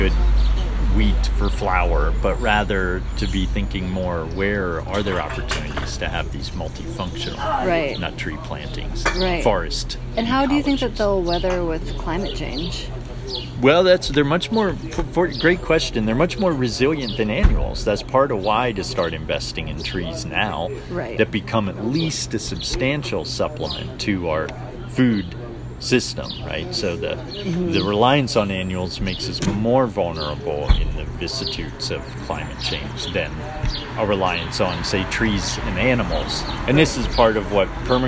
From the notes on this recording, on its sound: please pardon some of the background road noise due to our street side cafe setting